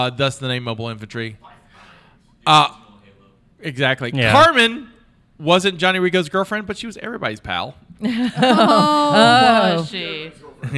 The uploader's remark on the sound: Live from Mobicon 2022. Tossing bugs and candies at the audience.